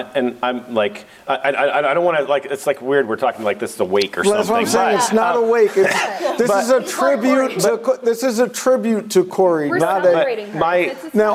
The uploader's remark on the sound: Live From InfoComm 2022